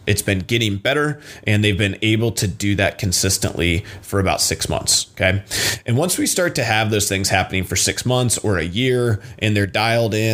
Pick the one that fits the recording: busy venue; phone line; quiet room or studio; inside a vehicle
quiet room or studio